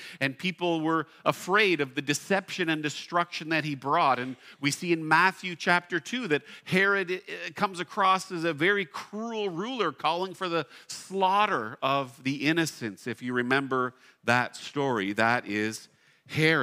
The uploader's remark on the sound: at Blessings Christian Church located in Hamilton, Ontario